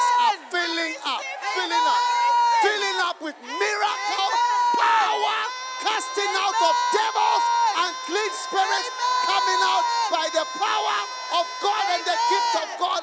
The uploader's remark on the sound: Preached at the Use It or Lose It Camp, USA.